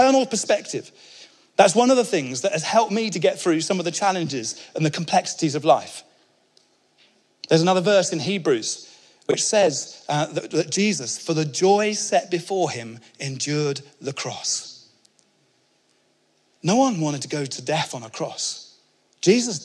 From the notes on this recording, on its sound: speaking at our 2022 Onelife Conference